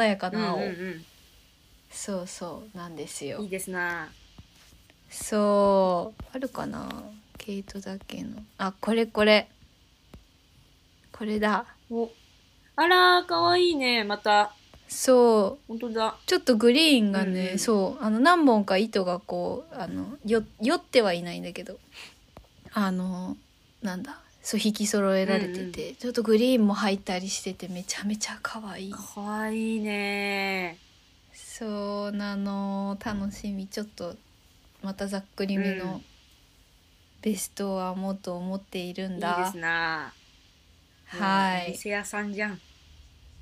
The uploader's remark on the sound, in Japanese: 風が強い上にイヤホンが逝った日（ごめん）。タイトルの通りでして音声が乱れております・・・。